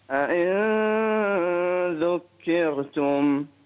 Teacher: رقق الراء لأنها ساكنة وقبلها مكسور